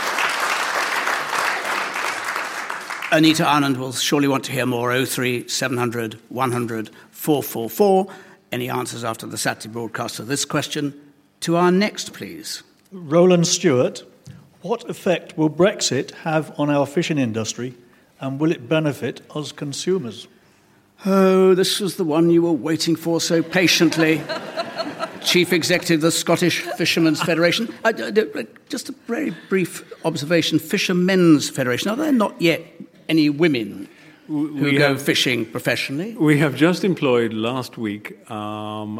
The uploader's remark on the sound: political debate from Nairn Community & Arts Centre in Scotland